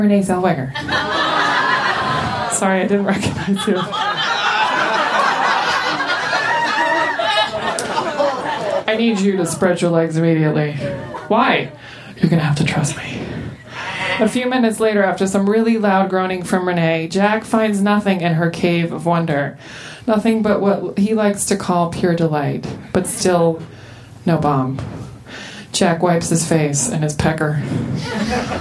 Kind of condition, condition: setting, busy venue